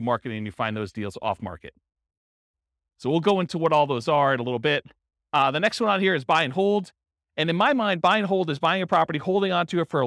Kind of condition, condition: setting, live audience